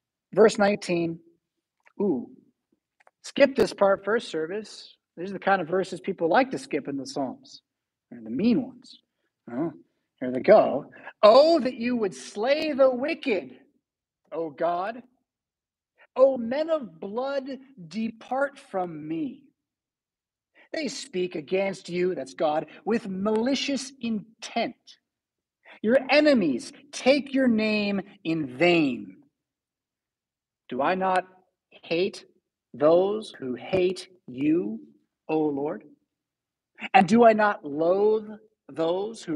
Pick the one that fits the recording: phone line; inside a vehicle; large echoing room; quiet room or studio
large echoing room